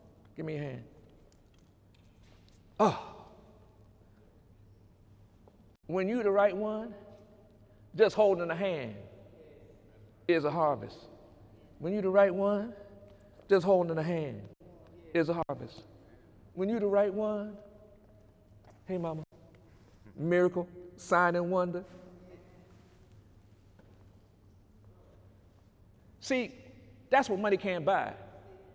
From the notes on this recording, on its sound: During Sunday morning service on November 4, 2018